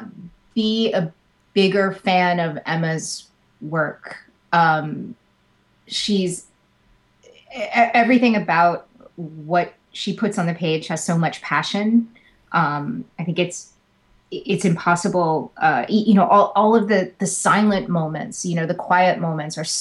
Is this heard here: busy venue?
no